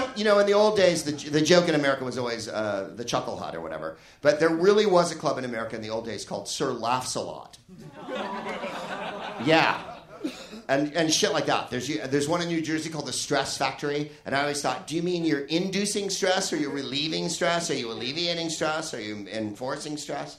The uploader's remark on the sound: Live from the Soho Theatre in London.